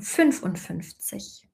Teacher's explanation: Die Betonung wäre tatsächlich auf 5.